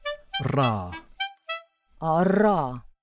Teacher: Next are the trills, involving the repeated vibration of one articulator against another. First, a bilabial trill.